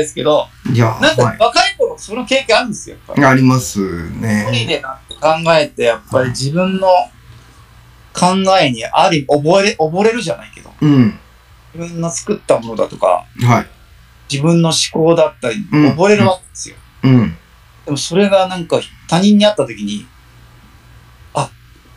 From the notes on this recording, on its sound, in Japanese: 暴走し続けるオンライン忘年会の件(音質悪回)。オンラインのため、音質悪くてすみません！